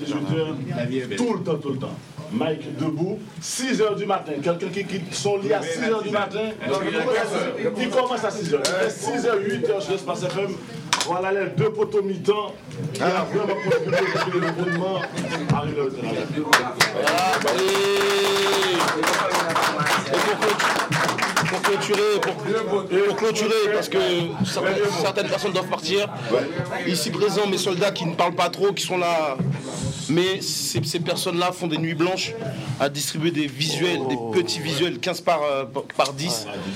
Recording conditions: busy venue